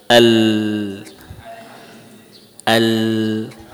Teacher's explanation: Kita merasakan saat lam kita baca, nah, di kanan kiri ada sesuatu yang mengalir. · Term: inhiraf